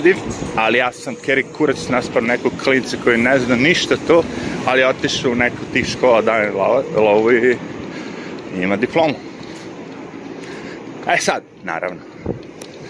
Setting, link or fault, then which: setting, outdoors